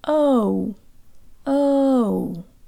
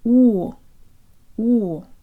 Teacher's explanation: But the stressed Russian O does the opposite. It opens either from an O to an A sound or from an U to an O sound. · Shown in: second take